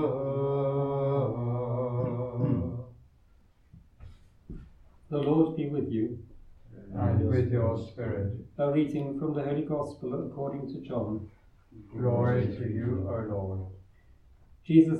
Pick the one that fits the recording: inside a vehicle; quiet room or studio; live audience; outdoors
live audience